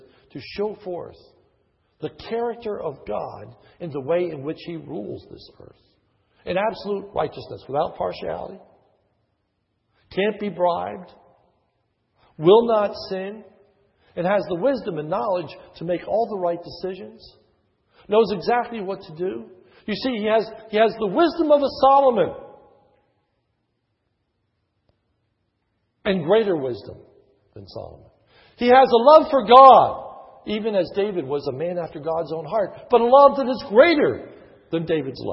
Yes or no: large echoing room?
yes